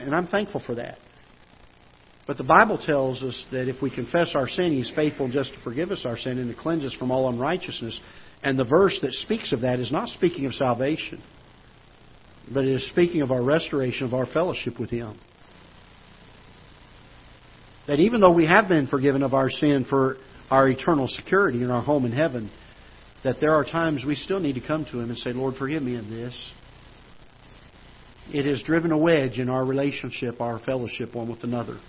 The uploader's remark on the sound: Ketha Heights Baptist Church ~ Live Broadcast